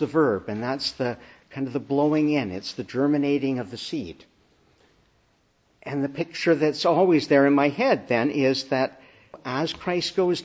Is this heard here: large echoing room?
yes